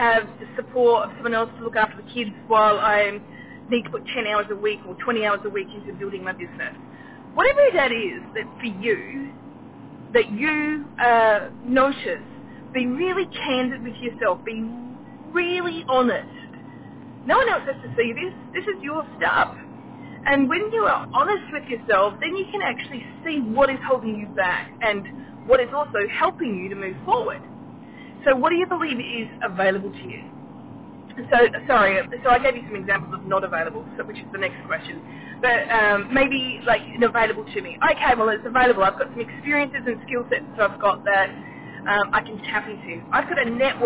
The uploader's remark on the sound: Today's episode was recorded while driving in my car. Please excuse the sound quality for this recording.